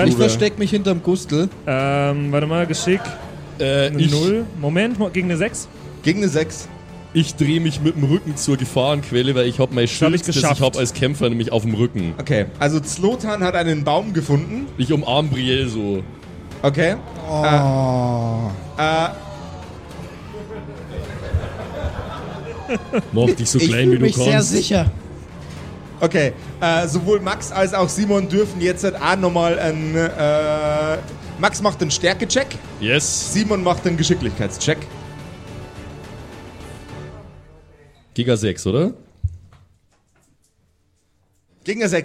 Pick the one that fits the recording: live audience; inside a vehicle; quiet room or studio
live audience